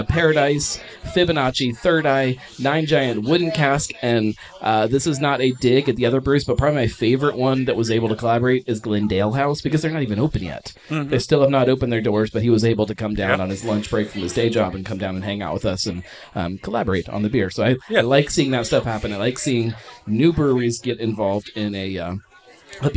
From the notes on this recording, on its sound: Live at Darkness Brewing. This year we brewed the beer down at Darkness in Bellevue, KY. It was a ton of fun, even if the recorded sound is a little rougher than you're used to. I'll nail the whole live event thing one of these days!